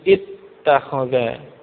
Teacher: Lalu hamzahnya dari i'takhadha tadi, hamzahnya itu diidghamkan pada ta. Hamzah diidghamkan, dimasukkan pada ta